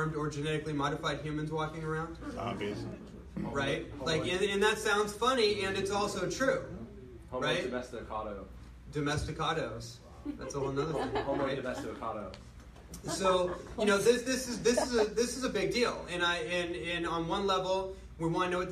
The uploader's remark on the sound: Live Lecture